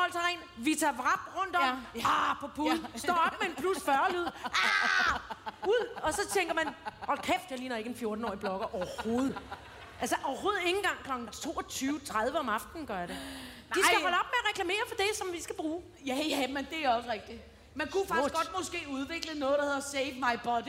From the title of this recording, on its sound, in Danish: Live fra Skanderborg!